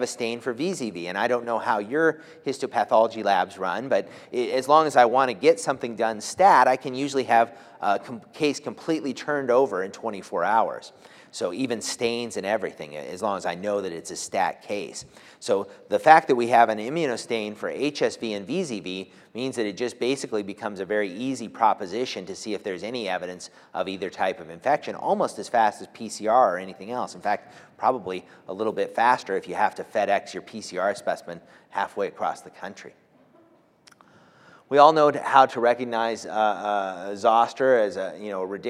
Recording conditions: large echoing room